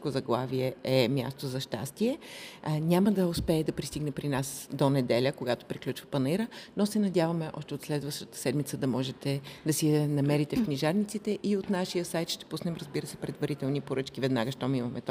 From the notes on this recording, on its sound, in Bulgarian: Записахме този епизод от гардероба на НДК. По време на Коледния панаир на книгата, официално известен като Софийски международен панаир на книгата.